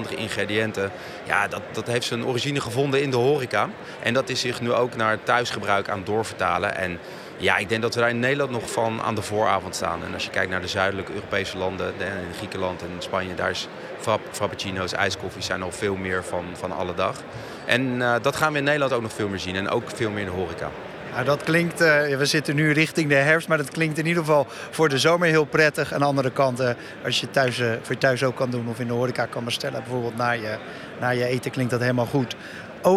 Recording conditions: busy venue